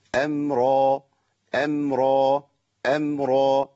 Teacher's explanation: الهمزة مرققة والميم مرققة والراء مفخمة